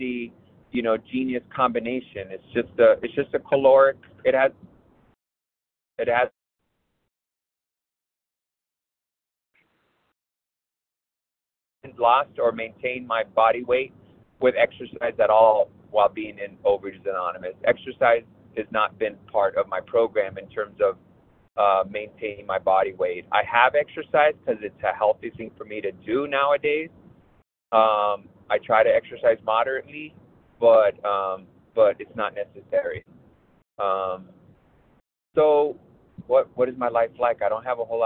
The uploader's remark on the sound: 100 Pounders Phone Meeting.